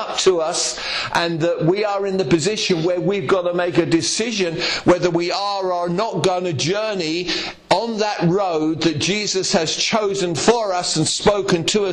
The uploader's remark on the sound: Estuary Elim Church Ashingdon Evening Service. At Estuary Elim Ashingdon.